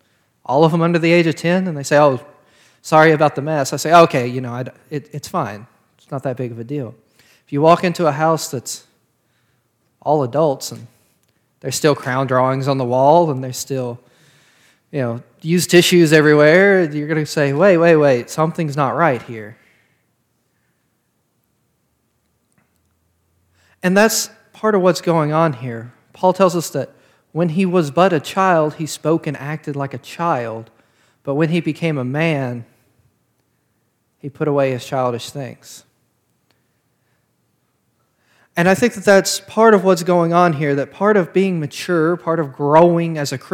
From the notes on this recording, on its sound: This sermon was preached on February 13th of 2022 at Parkwood Baptist Church.